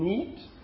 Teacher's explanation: We've got an alveolar nasal